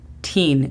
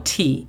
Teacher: estos números terminan en N y que debemos de pronunciar la N lo más que se pueda · Shown in: first take